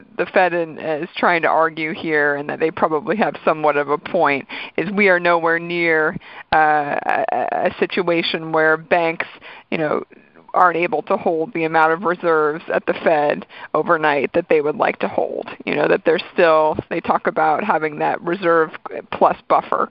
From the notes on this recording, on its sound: Calls in to talk about the bigger world.